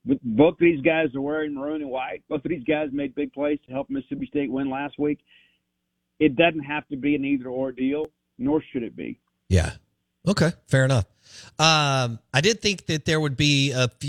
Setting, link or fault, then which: link, phone line